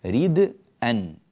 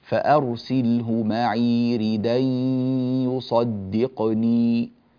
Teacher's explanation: نقل فتحتي الهمزة التنوين إلى الدال ثم حذف الهمزة · Shown in: second take · فصارت بدل ريد أن صارت ريدا. · Term: النقل